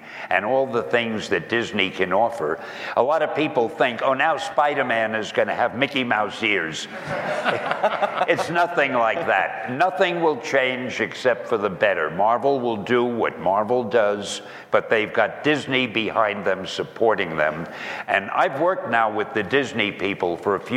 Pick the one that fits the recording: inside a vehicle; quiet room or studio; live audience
live audience